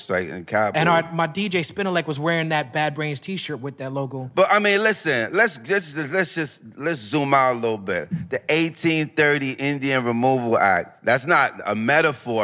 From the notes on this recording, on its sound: Recorded live in 2022 at the Blue Note Jazz Festival.